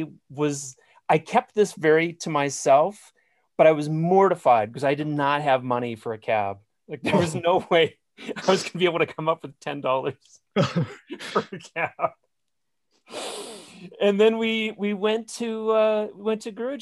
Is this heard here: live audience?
no